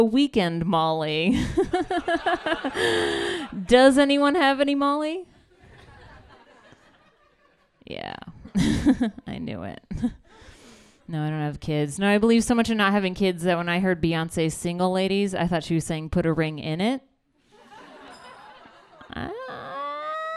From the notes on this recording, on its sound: A previously recorded evening of storytelling and otherwise.